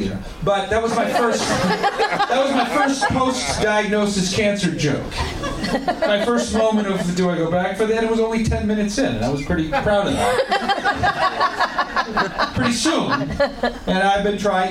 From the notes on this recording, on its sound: LIVE Podcast from the Punch Line San Francisco.